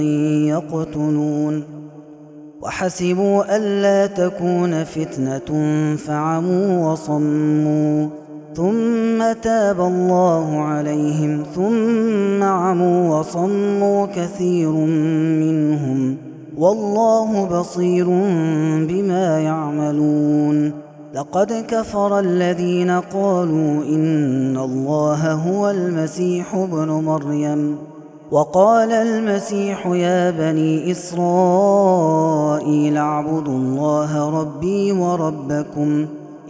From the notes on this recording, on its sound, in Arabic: هذا التسجيل من صلاة التراويح